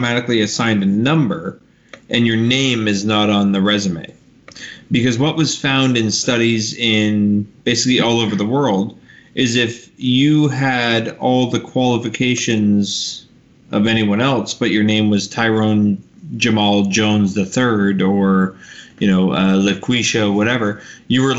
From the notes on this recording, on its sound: Apologies for the clipping and quality of the audio. My microphone had been having some issues.